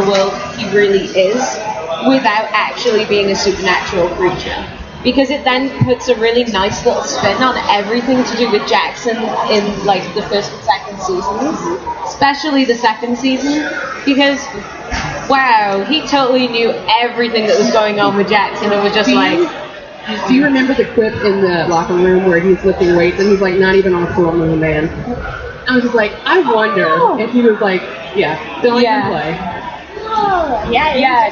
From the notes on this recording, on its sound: Live from Indy PopCon 2014.